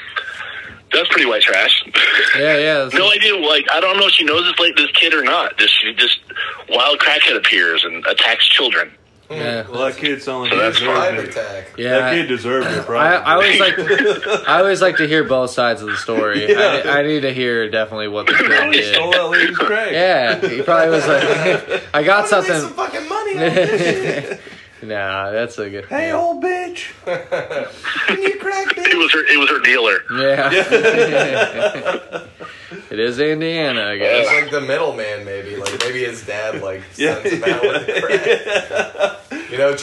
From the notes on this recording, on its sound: We also take some phone calls.